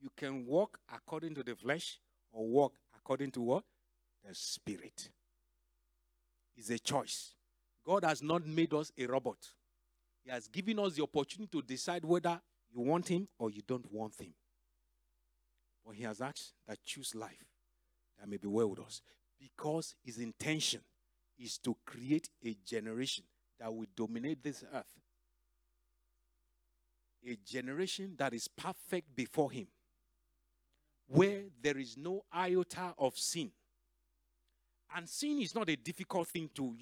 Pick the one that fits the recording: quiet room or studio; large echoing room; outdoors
large echoing room